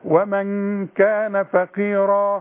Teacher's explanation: اذا وقفت على فقيرة تديها الف كاملة، مفيش غنة. ومن كان فقيرا، انما عند الوصف فيه غنة بقى.